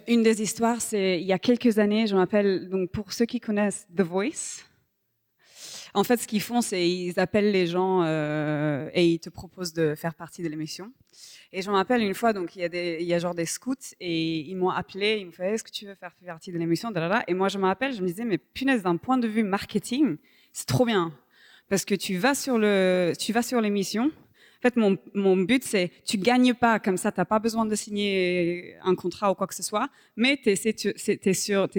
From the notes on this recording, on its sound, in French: Enregistré à l'église CVV, le 10/12/2023